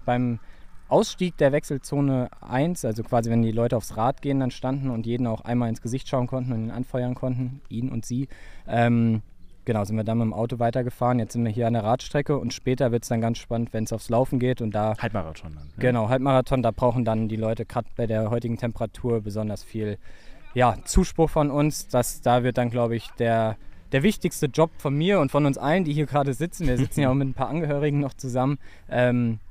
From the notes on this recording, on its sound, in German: LIVE vom Ironman Kraichgau 70.3. Wir sind beim Ironman Kraichgau 70.3 live vor Ort mit dabei und zeigen euch, was den Triathlon-Klassiker in Baden-Württemberg so besonders macht.